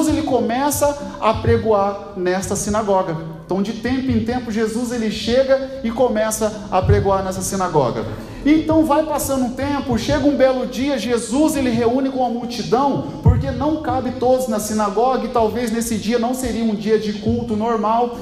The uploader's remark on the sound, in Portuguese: Gravado dia 22/02/2023 na Assembleia de Deus Piraquara(Vila Lúcia)